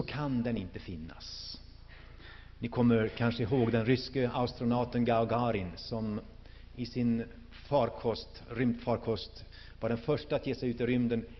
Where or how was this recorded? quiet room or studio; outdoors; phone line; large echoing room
large echoing room